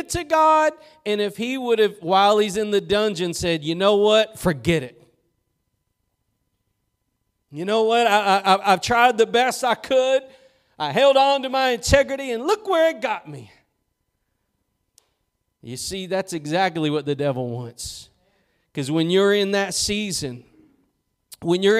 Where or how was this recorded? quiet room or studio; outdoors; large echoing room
large echoing room